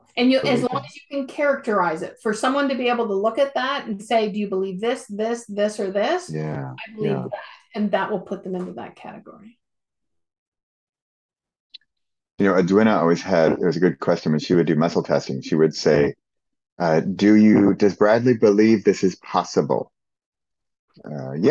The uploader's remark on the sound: Recording of our Zoom call from Sep 16, 2022.